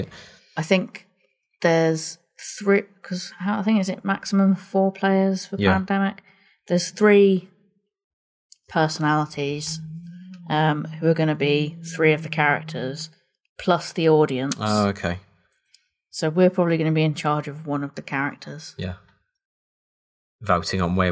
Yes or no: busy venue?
no